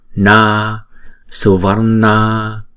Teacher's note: N này cong lưỡi lại búng ra